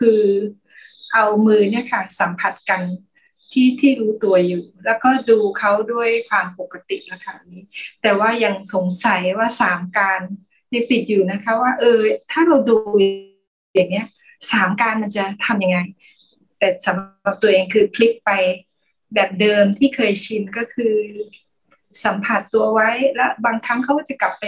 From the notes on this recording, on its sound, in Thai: เป็น 1 ใน 3 คอร์สออนไลน์ (ผ่านโปรแกรม Zoom)